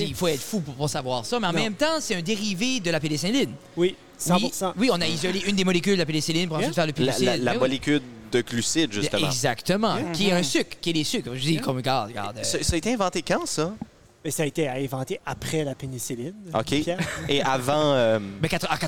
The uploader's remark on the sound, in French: Enregistré au 13 Barrels dans la métropole de Bathurst.